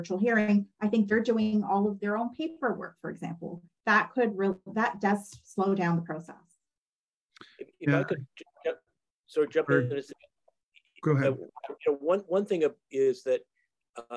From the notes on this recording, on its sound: 5 hour virtual event, the panel of Ontario family lawyers hosted a live town hall for legal professionals and members of the public.